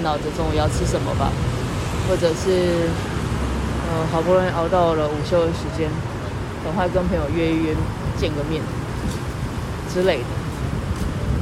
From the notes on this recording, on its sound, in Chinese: 我不過就是拿手機錄音你們就覺得奇怪!?路邊觀察。